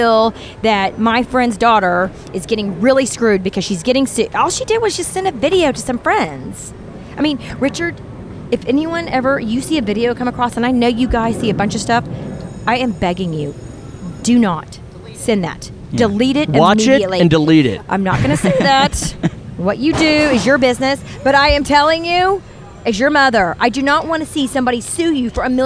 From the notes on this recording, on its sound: Live At State Fair.